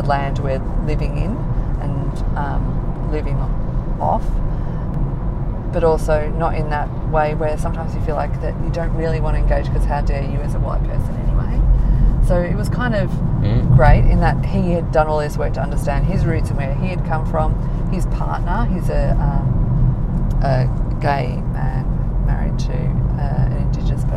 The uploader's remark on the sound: In his car while we were driving around between meetings.